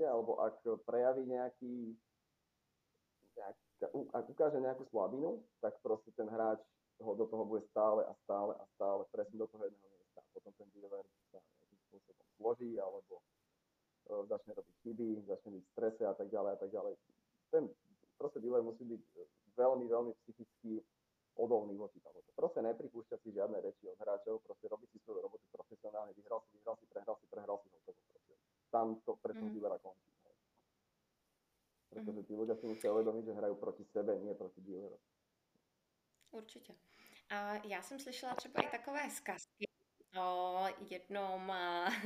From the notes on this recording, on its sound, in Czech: Velmi se omlouvám za zhoršenou kvalitu zvuku, který se mi v této epizodě nepovedlo uhlídat.